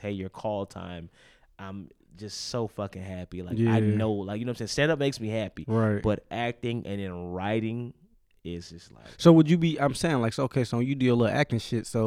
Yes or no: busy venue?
no